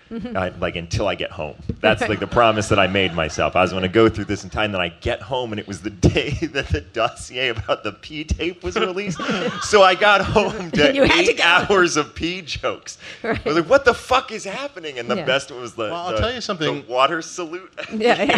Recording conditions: live audience